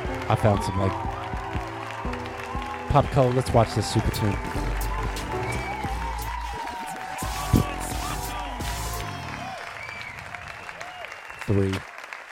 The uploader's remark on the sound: Filmed in front of a live Studio Audience